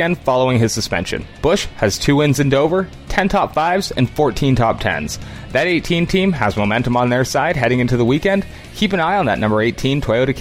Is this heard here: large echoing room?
no